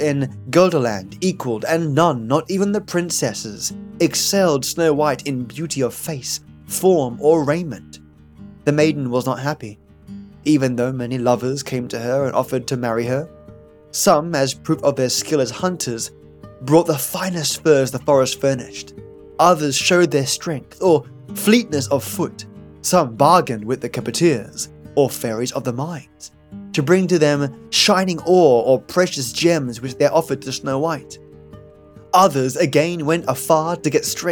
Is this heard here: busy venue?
no